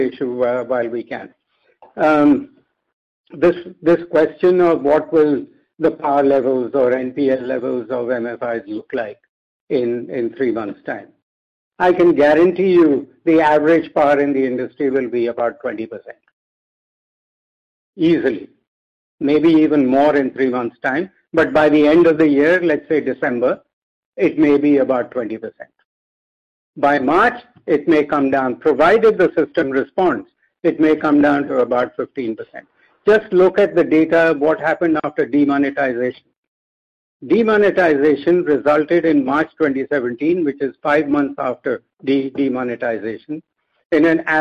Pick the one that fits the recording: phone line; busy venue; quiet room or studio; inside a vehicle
phone line